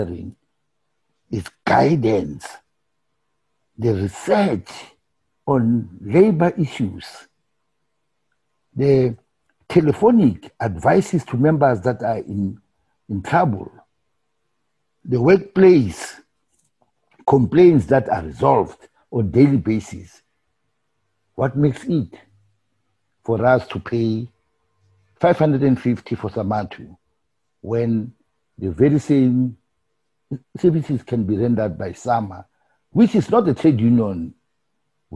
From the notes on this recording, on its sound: Limpopo & Mpumalanga Province Regional Zoom Meeting